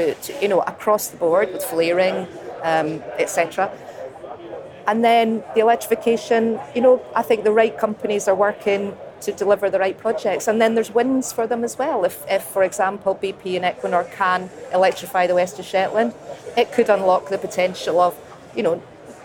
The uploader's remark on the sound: on day three of the Offshore Europe Conference in Aberdeen